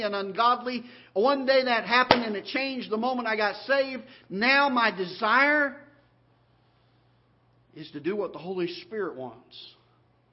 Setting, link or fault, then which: setting, large echoing room